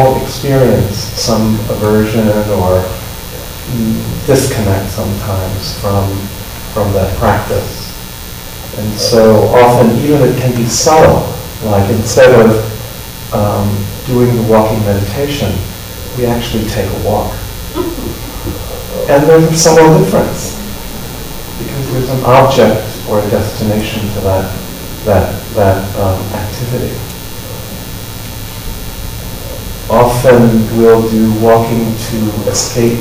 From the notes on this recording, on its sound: (Spirit Rock Meditation Center (Yucca Valley)). There are some audio quality issues for the first 18:36 minutes...clean thereafter.